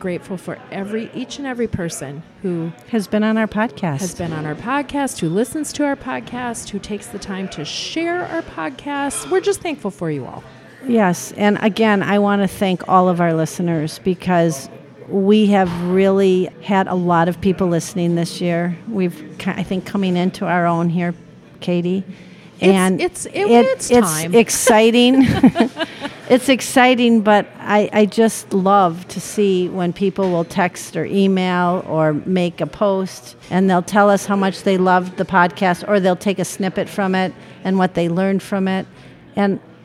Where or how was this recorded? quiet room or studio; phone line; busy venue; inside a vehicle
busy venue